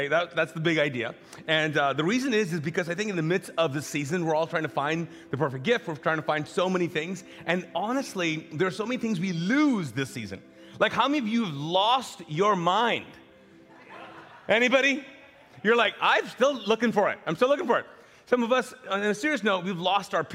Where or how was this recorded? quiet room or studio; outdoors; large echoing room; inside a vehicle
large echoing room